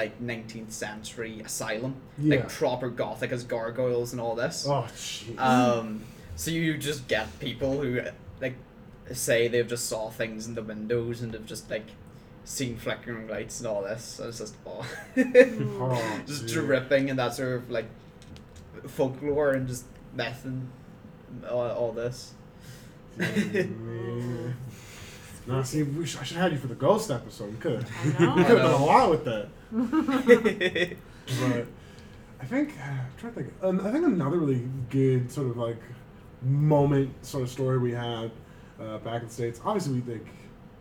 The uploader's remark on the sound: This episode was not recorded in the normal studio which is why the audio quality is not the same as usual.